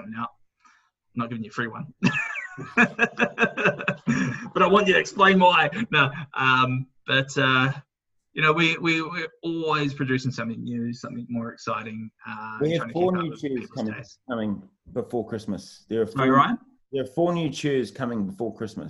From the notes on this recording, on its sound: into the coolroom zoom room